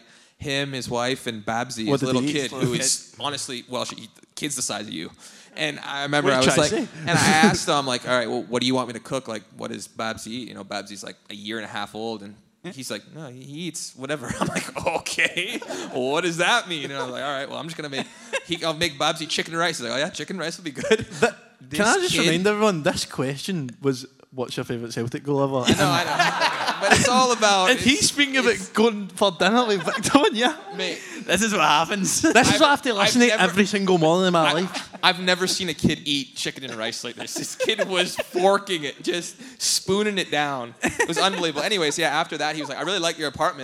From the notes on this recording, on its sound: LIVE podcast. In front of a live audience of Hoops fans. Taking place within the JD store on Argyll Street in Glasgow.